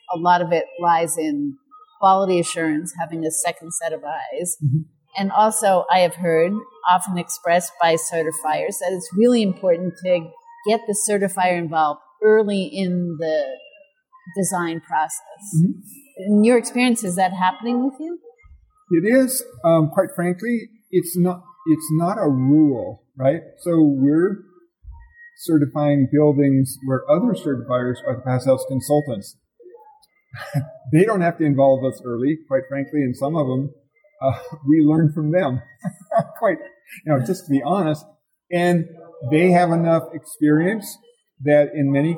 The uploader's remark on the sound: special bonus episode recorded at the Passive House Network Conference